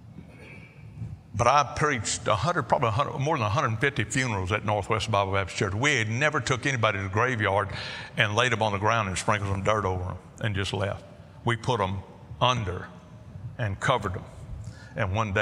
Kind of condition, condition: setting, large echoing room